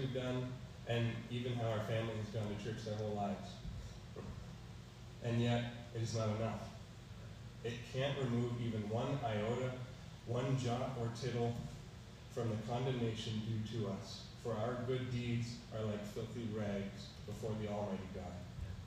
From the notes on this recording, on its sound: Preached on March 13, 2022 at EBC